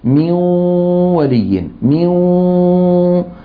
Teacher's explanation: الغنة ظاهرة ولا مو ظاهرة؟ ظاهرة ومطولة